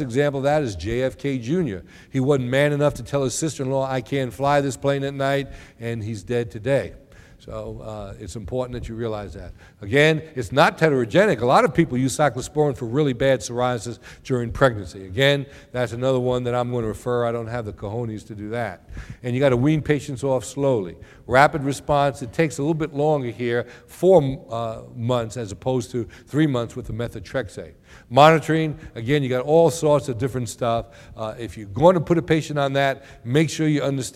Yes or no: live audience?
yes